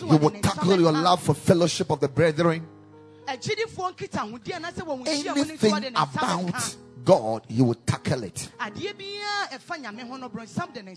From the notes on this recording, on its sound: Preached at the Royal Service.